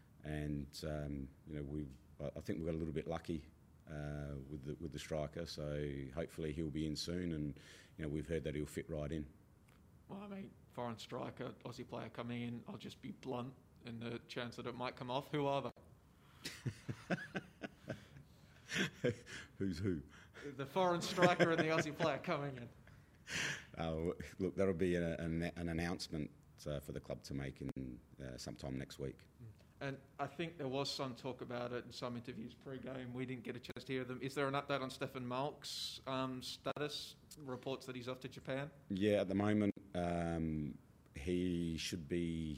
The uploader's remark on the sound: Post-Match Press Conference | Melbourne Victory v Adelaide United.